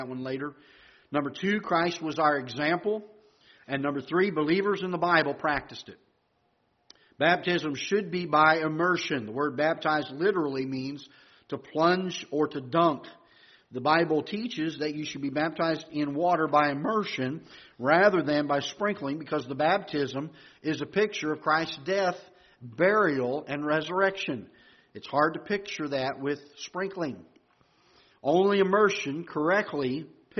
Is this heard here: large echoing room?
yes